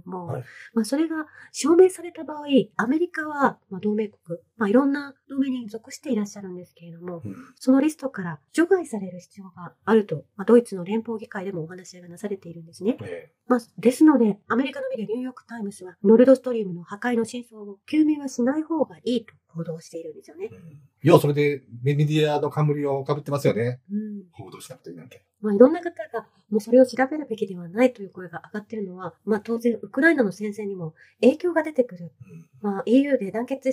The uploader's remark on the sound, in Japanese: 情報が多い場合、やむおえず音声を圧縮して配信する場合があります。音声加工による劣化によりお聞き苦しい点がございます。